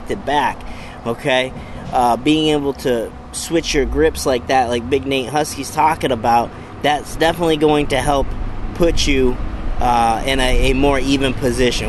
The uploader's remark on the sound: Bench Talk LIVE: Out by the BBQ Pit!